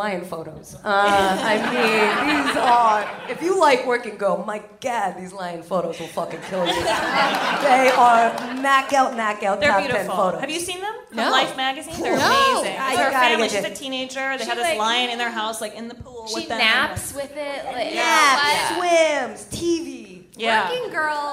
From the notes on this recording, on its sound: LIVE AT Largo in Los Angeles